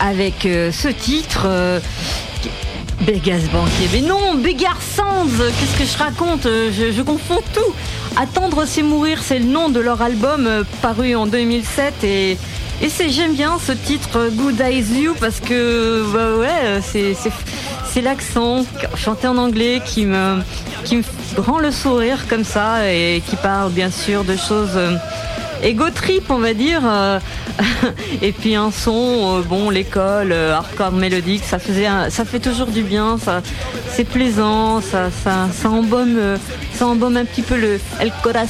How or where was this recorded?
busy venue